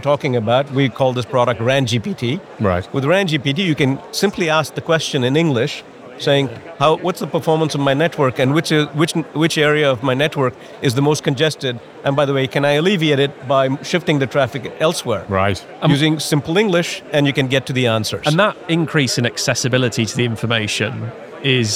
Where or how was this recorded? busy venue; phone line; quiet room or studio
busy venue